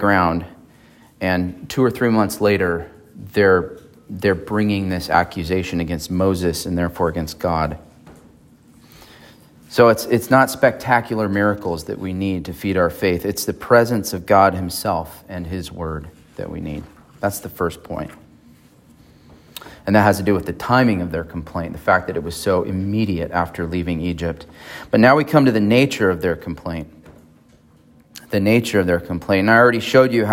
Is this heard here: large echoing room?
yes